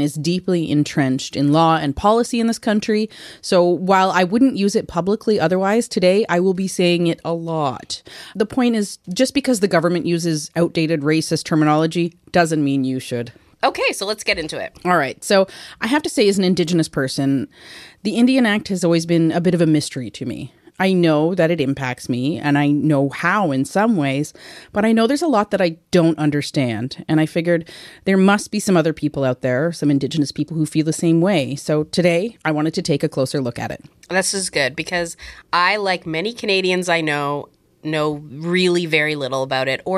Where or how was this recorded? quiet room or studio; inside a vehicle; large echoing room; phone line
quiet room or studio